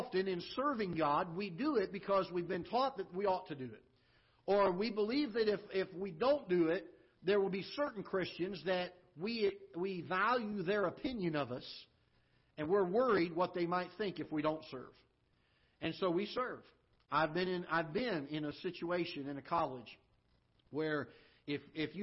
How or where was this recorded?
large echoing room